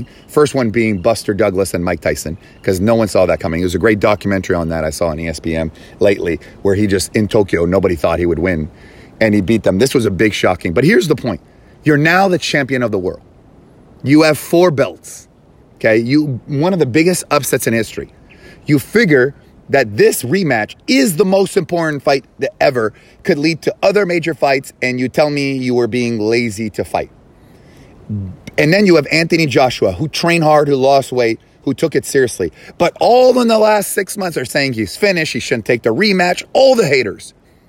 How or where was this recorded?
outdoors